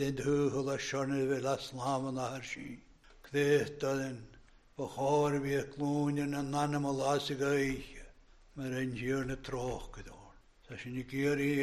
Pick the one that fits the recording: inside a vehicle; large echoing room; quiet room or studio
large echoing room